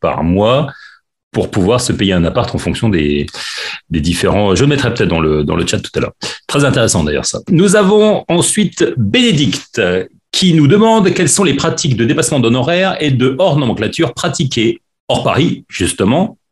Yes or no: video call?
yes